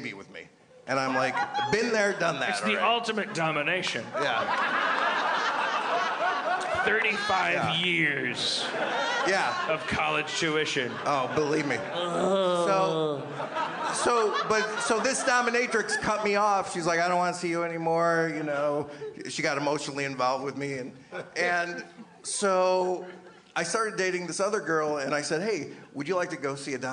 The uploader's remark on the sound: LIVE at The Gramercy, NY Comedy Festival 2015